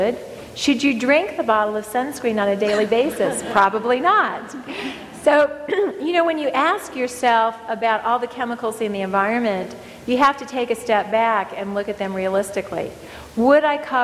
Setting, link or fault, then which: setting, live audience